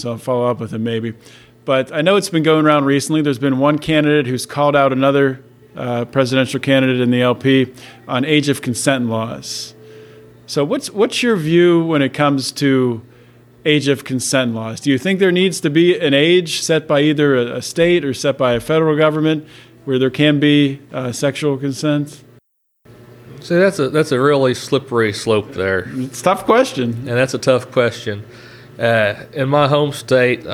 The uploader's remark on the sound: These interview were recorded in-person at the Libertarian Party of Pennsylvania Convention in Philadelphia last weekend.